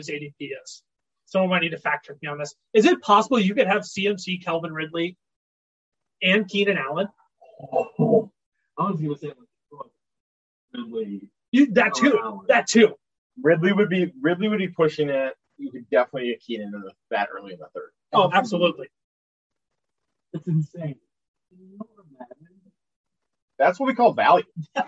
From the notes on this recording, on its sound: We recognize the audio quality of this video is substantially lower than normal.